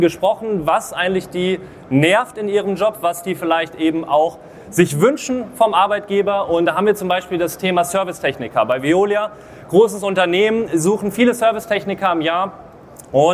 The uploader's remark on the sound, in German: Live Vortrag von der Nortec Messe 2024. In diesem Live Vortrag auf der Nortec Messe in Hamburg.